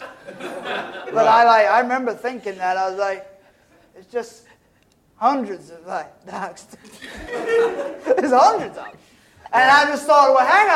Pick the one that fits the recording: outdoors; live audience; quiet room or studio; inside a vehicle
live audience